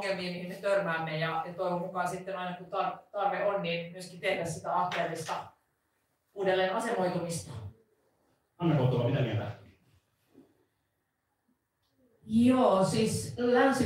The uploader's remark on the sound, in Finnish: LIVE! Tämä jakso on nauhoitettu liveyleisön edessä Helsingin keskustakirjasto Oodissa perjantaina 20.1.2023.